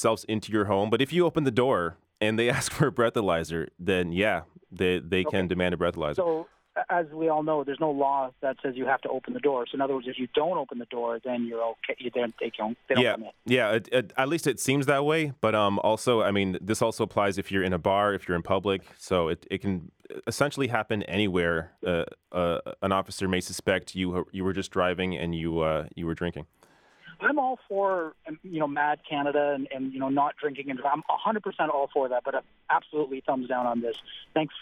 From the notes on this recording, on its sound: I take calls